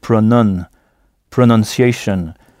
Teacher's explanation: on frappe la syllabe qui vient juste avant la terminaison shun